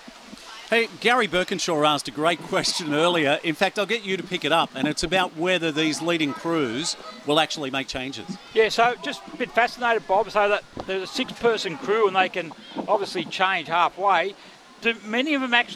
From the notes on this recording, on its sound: Live from a boat at the Te Ika Nui Outriggers hosting the 50 Kilometre Head to Head Race - Patonga to Terrigal and back.